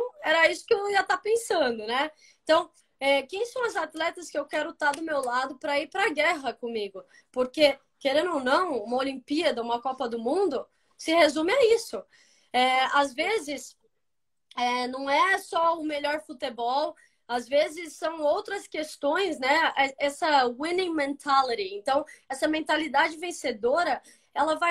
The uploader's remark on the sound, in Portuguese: Rolou uma live no meu instagram